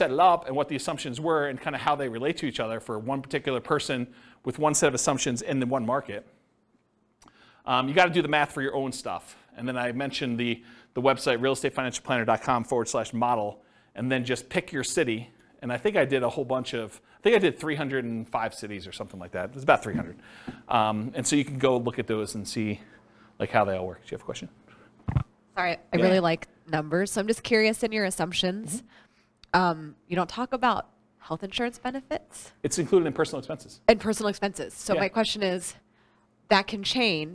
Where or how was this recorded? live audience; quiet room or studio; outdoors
live audience